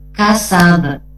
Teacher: Apabila huruf ba itu dibaca wakuf, ya, di akhir kata, maka dipantulkan menjadi kasab · Term: qalqalah